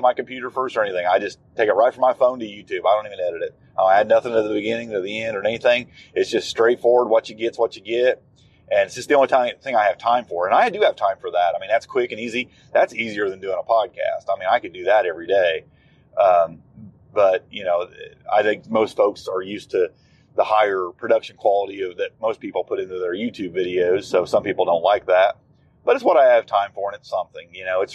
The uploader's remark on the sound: Just Chewin’ The Fat While Driving.